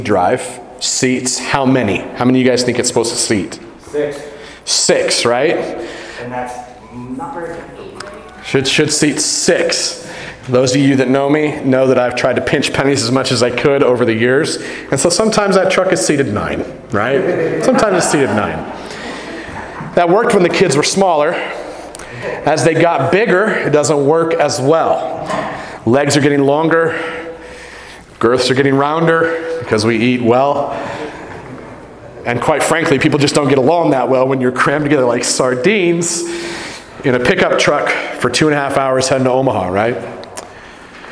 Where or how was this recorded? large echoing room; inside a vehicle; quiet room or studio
large echoing room